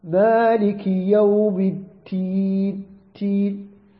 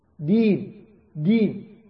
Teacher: يلفظ الدال تاء لقرب المخرج · Shown in: first take